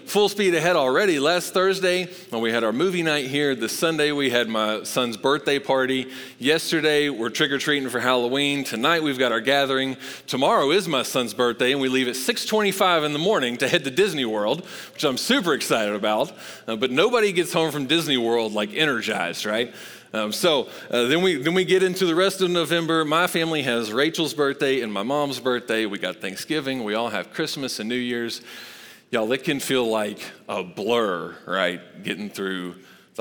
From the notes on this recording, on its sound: Recorded live at Long Hollow Church on November 1, 2022.